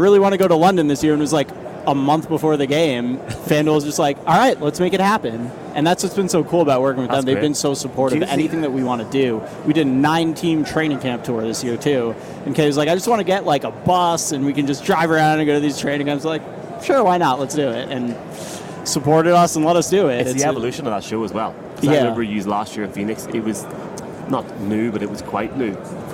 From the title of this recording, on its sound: From Radio Row